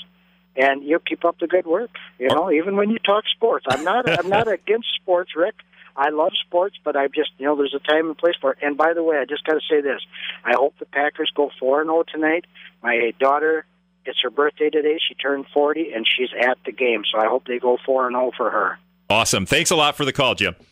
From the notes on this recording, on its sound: Called. Proclaimed today Wisconsin Craft Brewery day from the festgrounds.